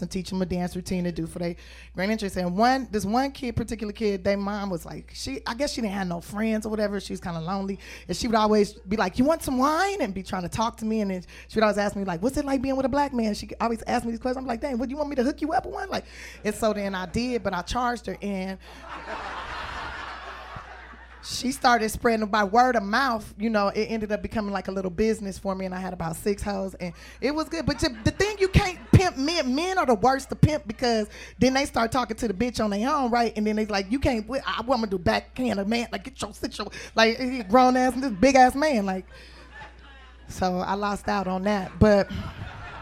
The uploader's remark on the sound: This week we took Hollywood Unlocked Uncensored to the legendary Laugh Factory for a live show